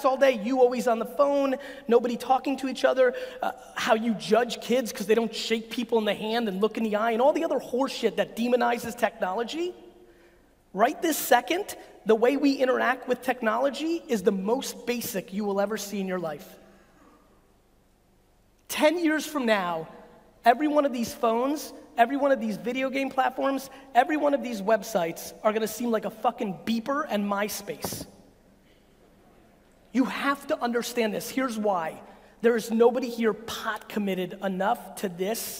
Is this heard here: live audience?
yes